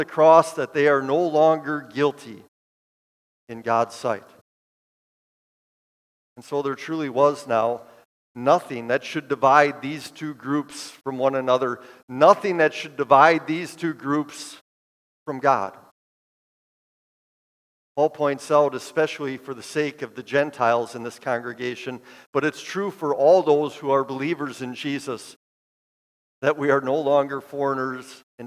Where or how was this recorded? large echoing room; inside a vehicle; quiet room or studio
large echoing room